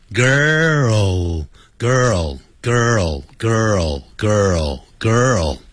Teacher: She is a beautifulgirl。好，我们这边没有一个 a beautifulgirl，你要加 a 的话， beautiful 后面要加个 girl， girl 是 G-I-R-L 女孩子 girl，那个孩子要念成 girl，因为那个 L 音呢在字尾的时候啊要念成 o